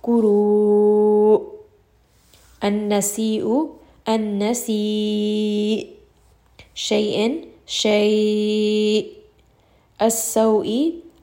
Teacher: you are abruptly stopping the sound in the throat. You will feel a little bit of a jerk. · Term: nabr